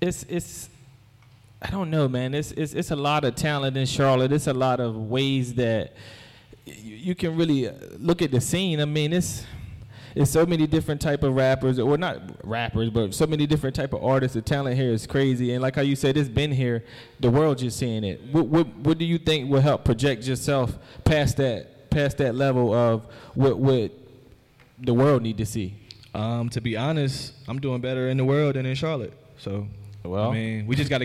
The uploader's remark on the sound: Live at BeSocial in front of an audience.